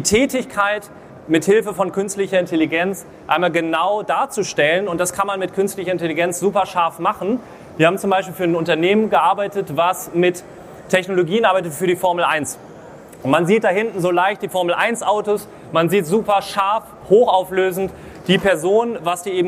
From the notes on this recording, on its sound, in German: Live Vortrag von der Nortec Messe 2024. In diesem Live Vortrag auf der Nortec Messe in Hamburg.